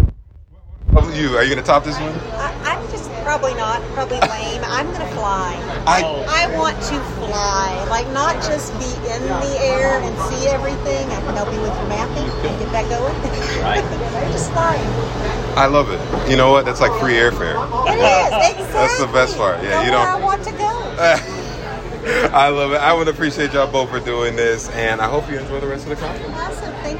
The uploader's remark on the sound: NCSC Conference. He had the pleasure of interviewing genuine individuals at the biggest charter school conference in the nation.